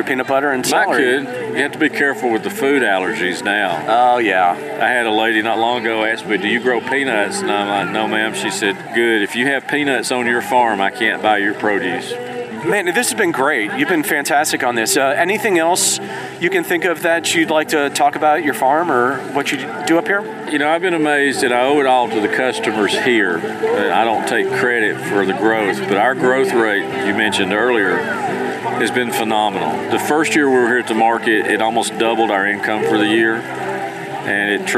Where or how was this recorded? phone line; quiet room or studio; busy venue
busy venue